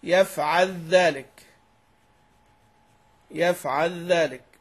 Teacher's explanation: وانفرد أبو الحارث عن القراء العشرة بإدغام اللام المجزومة في الذال، اللام المجزومة وليست المتحركة في الذال، يفعل ذلك، يفعل ذلك كيف وقع.